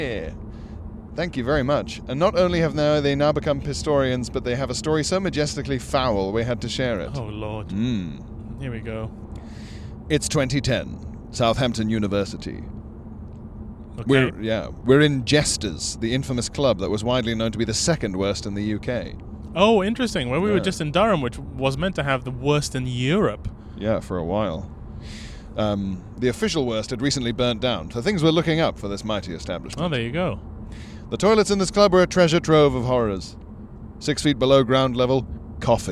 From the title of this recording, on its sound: CarPod!